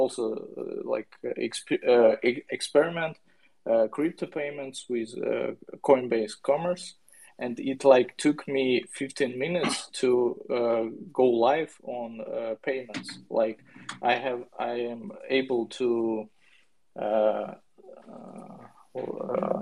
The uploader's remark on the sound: The recording from the Twitter Spaces event